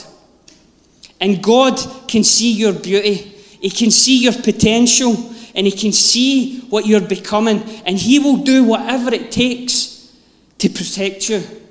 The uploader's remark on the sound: Live from our Sunday gathering.